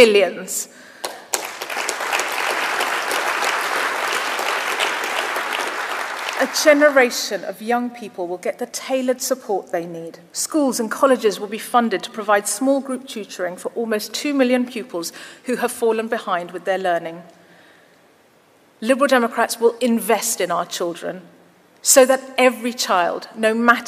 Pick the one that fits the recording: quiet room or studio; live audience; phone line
live audience